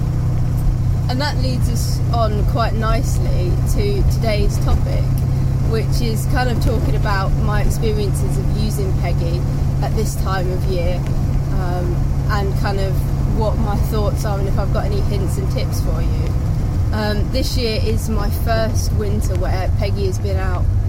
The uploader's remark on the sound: All recorded from my 1968 Morris Minor, Peggy.